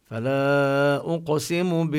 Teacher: بالخنس هنا اللام كذلك لام قمرية، وننتبه للغنة بالنون المشددة